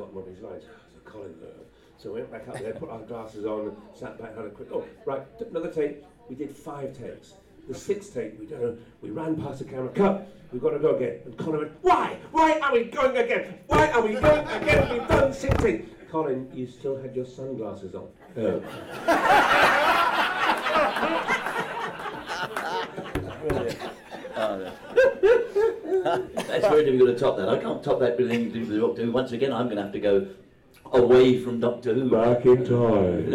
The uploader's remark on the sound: a panel recorded at this year’s BritishFest on June 4, 2017